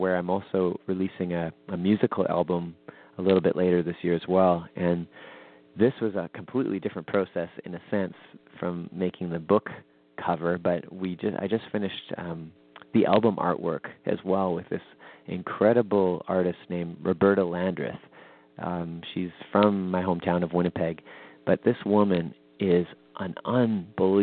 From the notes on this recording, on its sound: weekly call in show